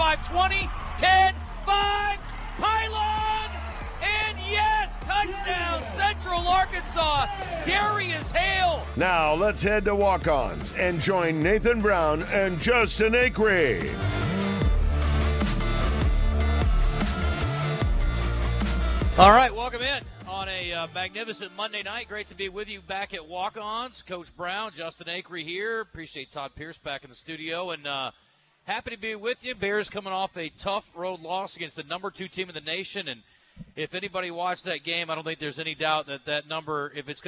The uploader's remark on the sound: LIVE from Walk-Ons Sports Bistreaux in Conway